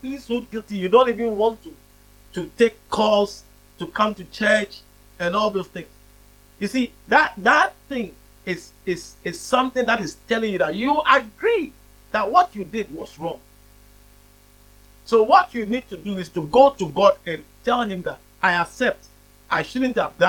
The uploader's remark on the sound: preached at the Living Waters Cathedral